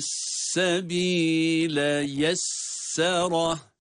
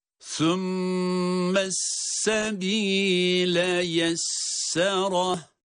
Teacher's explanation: Sümme derken zaten sa harfi peltek.